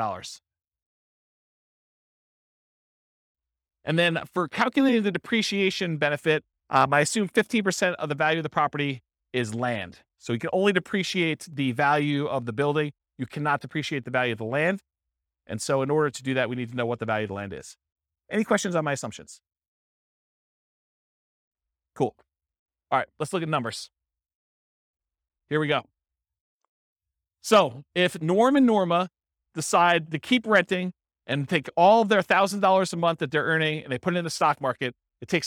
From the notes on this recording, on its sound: This was a live class recorded